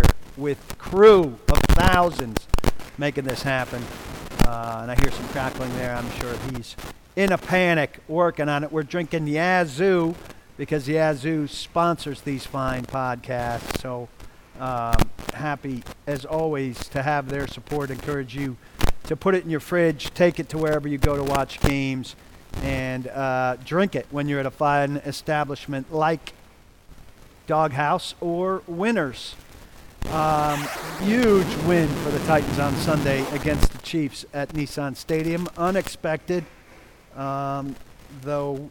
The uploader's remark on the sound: Live From Dawghouse Saloon